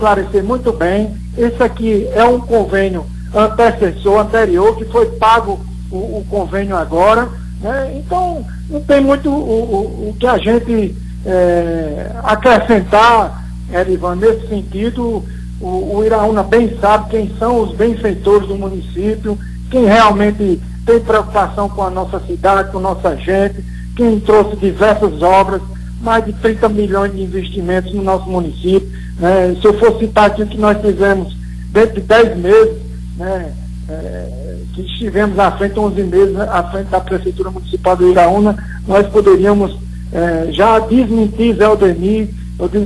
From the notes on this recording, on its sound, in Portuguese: participou por telefone